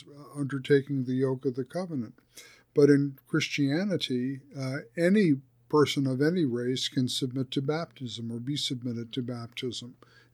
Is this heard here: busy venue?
no